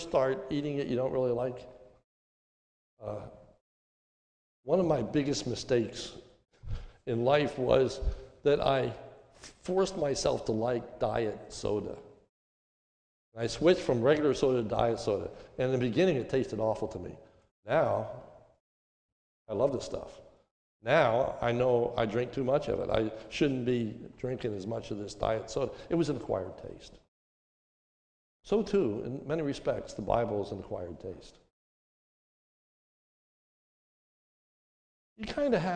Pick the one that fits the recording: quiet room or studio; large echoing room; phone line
large echoing room